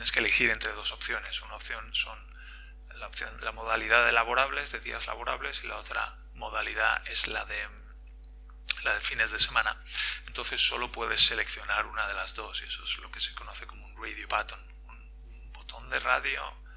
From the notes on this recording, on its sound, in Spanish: Lo siento por la calidad de la voz de este episodio que, por algún motivo, se ha grabado fatal.